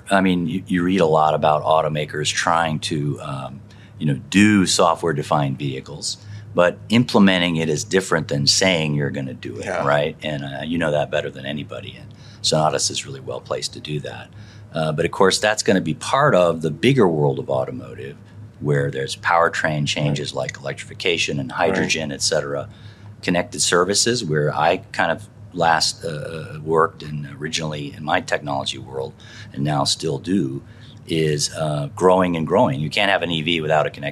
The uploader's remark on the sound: Filmed live at the Consumer Electronics Show 2024 (CES 2024). In the podcast studio at the Sonatus booth.